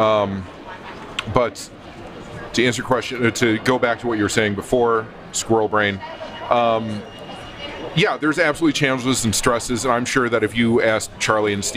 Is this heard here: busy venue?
yes